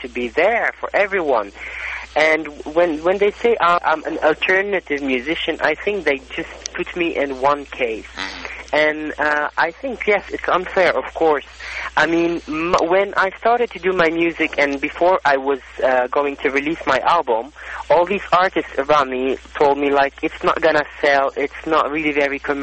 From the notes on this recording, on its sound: Conducted by phone in March 2013.